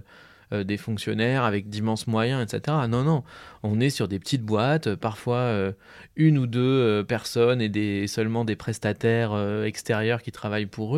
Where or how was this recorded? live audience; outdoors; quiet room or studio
quiet room or studio